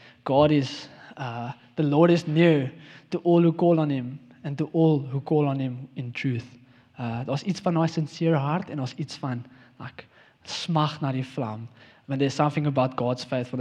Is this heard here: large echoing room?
yes